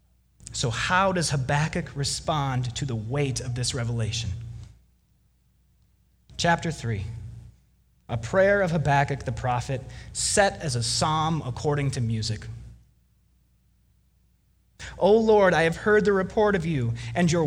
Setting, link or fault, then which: setting, large echoing room